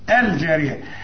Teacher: هتقول لي اللام اللي فوق عليها سكون واللام اللي تحت مجردة، أيوة اللام الساكنة بتاعت في الجارية تنطقها وتقولها، تقول في الجارية، يعني اللام اللي يكون عليها سكون اظهرها